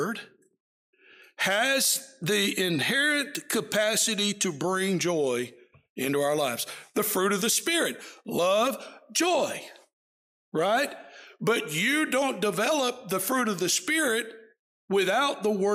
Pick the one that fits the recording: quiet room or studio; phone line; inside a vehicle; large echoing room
large echoing room